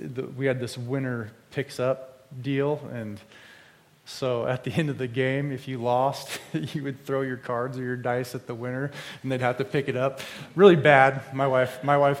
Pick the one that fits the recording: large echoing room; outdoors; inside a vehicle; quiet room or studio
large echoing room